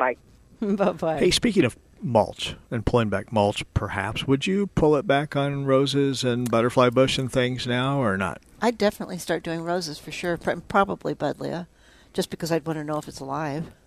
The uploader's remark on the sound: Live at Prairie Gardens